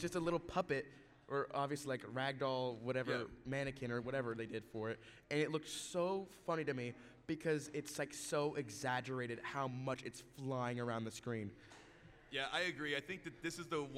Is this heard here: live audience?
yes